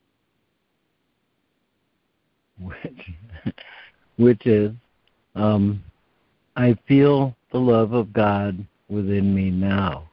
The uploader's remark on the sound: ACIM Daily Conference Call